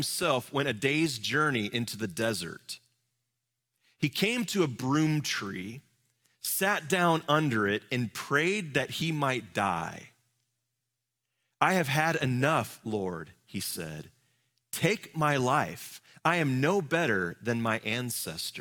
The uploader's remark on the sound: Live from our Celebration Ministry Center